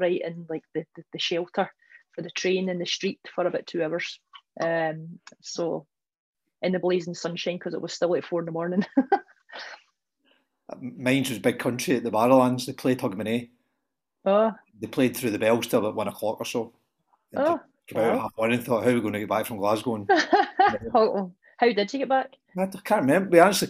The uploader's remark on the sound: We had great fun doing them, and have therefore decided to go ahead and publish the Zoom videos in full.